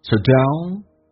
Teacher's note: So 不被强调，用降调来发